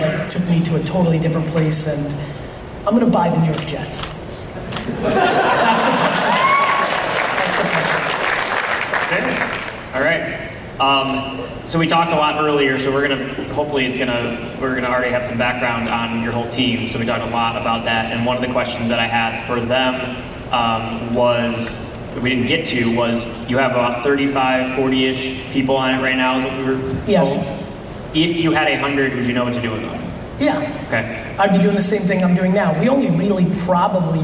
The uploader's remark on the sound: SkySprout Keynote. Keynote from a talk I did in Columbus, Ohio on July 16th. Thank you SkySprout for hosting such a great event, a lot of great Q&A about 30 minutes in.